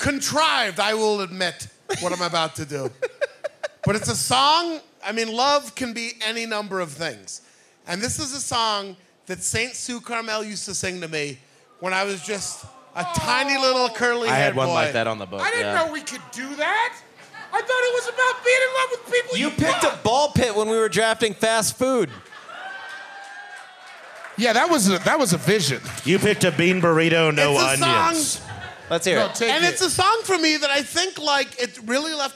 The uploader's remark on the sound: This was recorded live at the 2019 High Plains Comedy Festival in Denver, Colorado. Plan 9 Studios. 3 Kings Tavern.